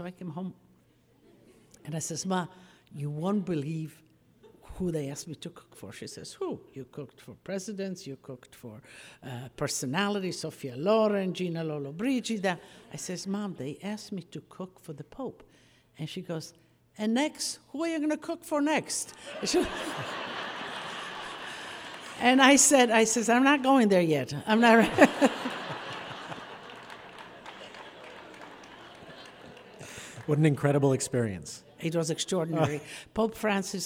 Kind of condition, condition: setting, live audience